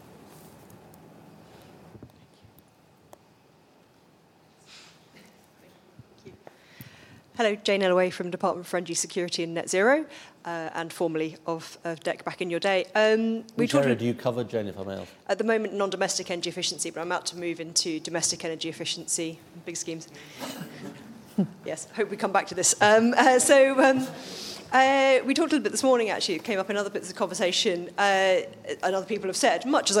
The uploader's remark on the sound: IfG Net Zero Conference: Keynote speech